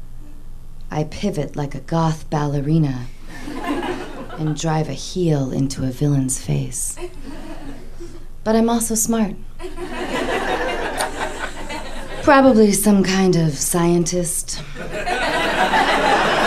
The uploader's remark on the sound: Live from UCB Franklin in Los Angeles